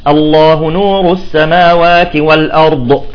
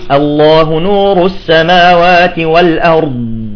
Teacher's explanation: عند النطق بالضاد تنقفل حافتان اللسان مع ما يحاذيهما من الحنك الأعلى انقفالا تاما · Shown in: second take · فينضغط الهواء حتى يؤدي إلى اندفاع اللسان. · Term: الاستطالة